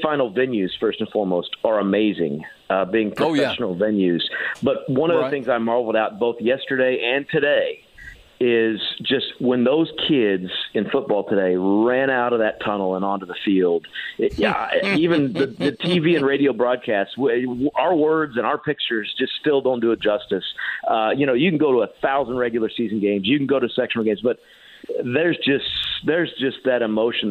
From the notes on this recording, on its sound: calls